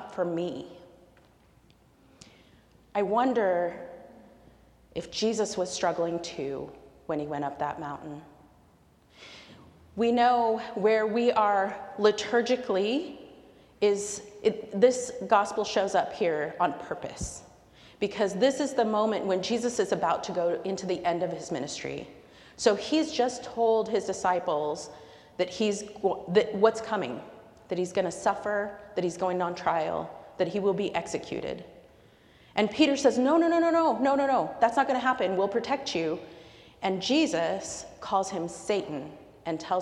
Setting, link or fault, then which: setting, live audience